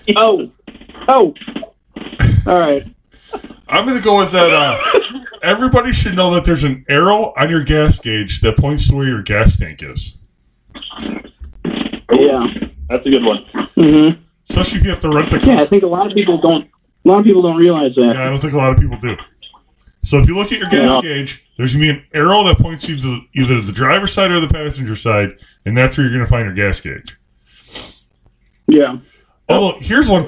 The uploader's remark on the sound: Sticking to social distancing rules, this weeks episode was recorded via video chat!